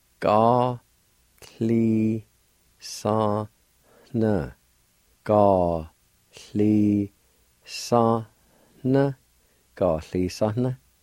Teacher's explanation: right between the A and the N at the end of the word, there'll be an H sound.